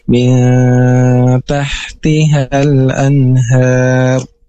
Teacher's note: Nah, di sini ada huruf ta, maka dibacanya itu dengan dengung dan ditahan selama dua harokat · Term: ikhfa